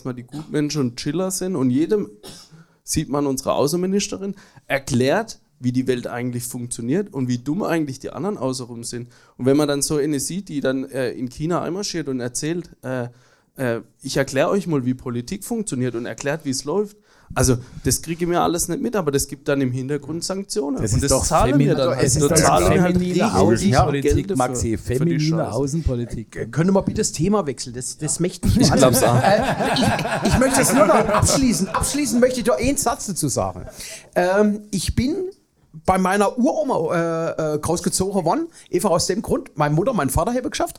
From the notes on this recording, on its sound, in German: Denn auch im zweiten Teil des Livepodcast blicken.